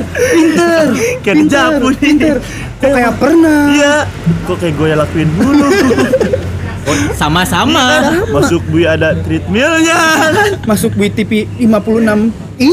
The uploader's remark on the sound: LIVE FROM SALAKA COFFEE.